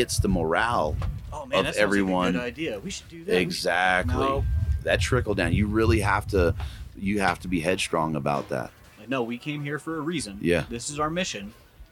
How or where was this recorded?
busy venue